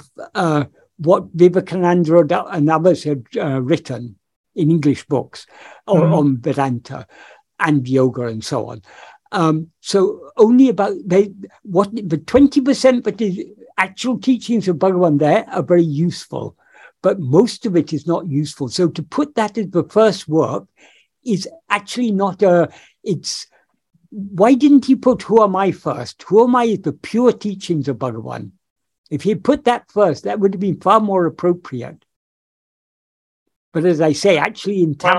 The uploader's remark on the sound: In a Zoom meeting with the San Diego Ramana Satsang on 7th August 2022